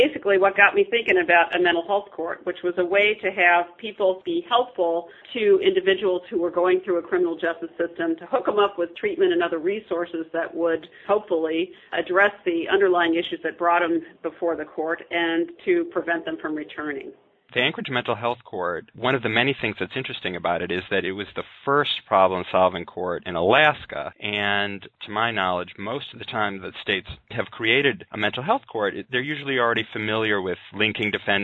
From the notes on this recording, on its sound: Today I have on the phone two experts